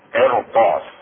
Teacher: في قرطاس، الشاهد ما جاء بعدها حرف استعلاء، وهذا الحرف هو الطاء، قرطاس. هنا تفخم الراء لأن جاءت ساكنة بعد كسر أصلي متصل بها